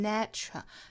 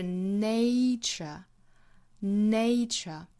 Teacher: 注意第一个元音是双元音 · Shown in: second take